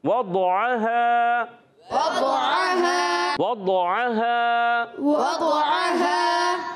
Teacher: عین حلق کے درمیان والے حصے سے ادا ہوگا